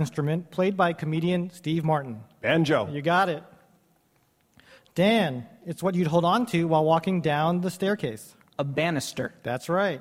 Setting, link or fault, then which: setting, live audience